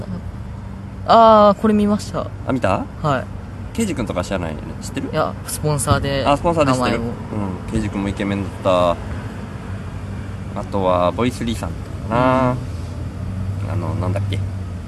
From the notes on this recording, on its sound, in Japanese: 関西からの帰りに広島で。公園でダベるの図。